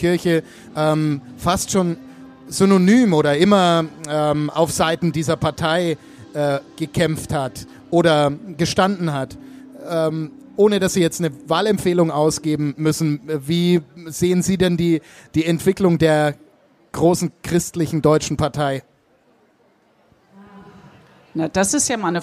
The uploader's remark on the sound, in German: spricht live am Nürnberger Kirchentag